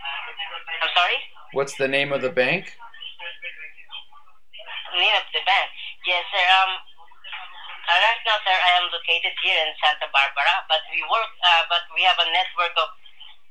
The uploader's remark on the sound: Recorded Phone Call from Unwanted Solicitor "Mortgage Company". This company kept calling tonight, so I decided to record them as well and see what it is they were offering.